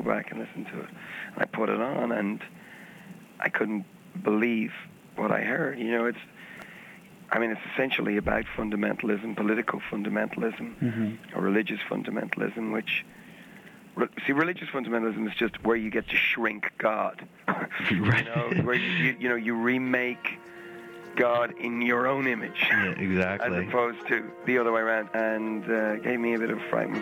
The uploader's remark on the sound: By phone // Minidisc recorder.